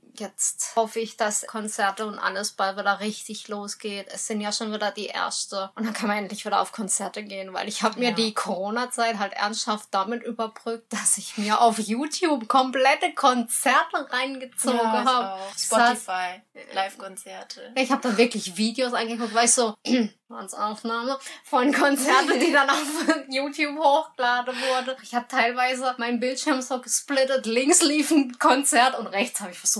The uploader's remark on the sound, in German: Da wir dieses Mal im gleichen Raum & mit nur einem Mikro aufgenommen haben, ist die Audioqualität leider wieder etwas schlechter...